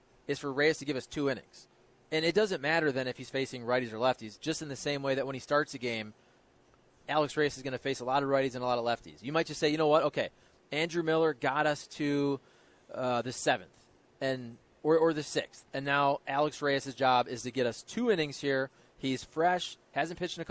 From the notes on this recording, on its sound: broadcasting live from Schnucks in St.